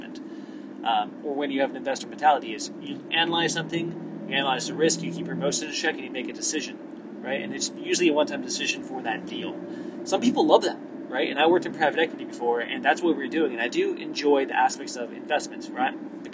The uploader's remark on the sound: In the experimental episode (literally recorded on the road).